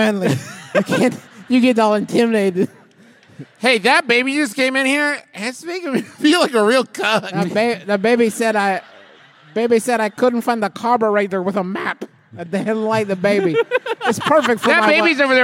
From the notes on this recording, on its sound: live from the sports-themed WaMu theater in Seattle, WA.